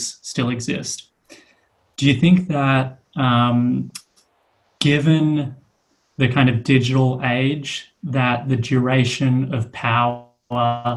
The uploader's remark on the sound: Book Club recordings were hard to digest as Zoom recordings. We stripped out the audio and are posting it here in podcast form.